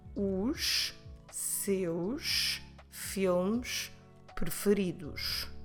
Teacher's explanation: we have the sound sh at the end of each word. It's because now we're doing the plural.